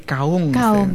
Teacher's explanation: ada proses perubahan bunyi alveolar getar bersuara